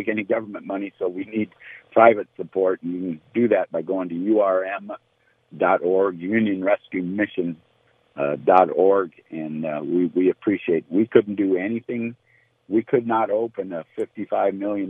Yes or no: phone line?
yes